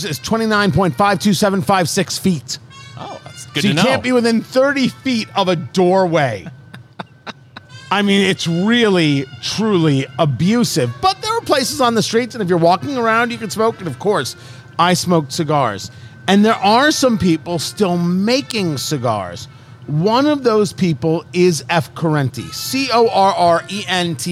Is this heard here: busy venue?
yes